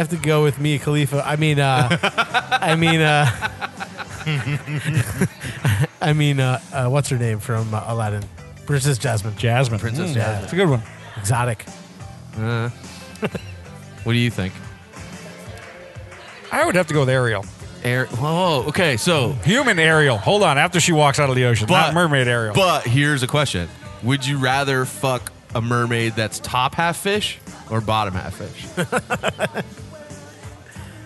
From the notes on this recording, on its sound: We are on location at Bad Sons Beer Co this week